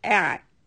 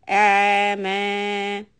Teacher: So you hold the lam, then you move to a'ma. Ayn has a sukoon, so we are going to hold the sound a little bit long and not bounce it either. · Shown in: second take · So do not make a qalqala on the ayn.